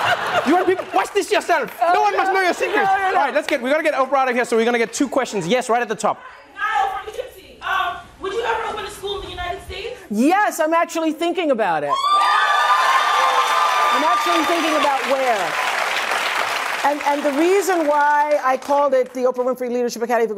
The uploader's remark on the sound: Takes Questions from the Audience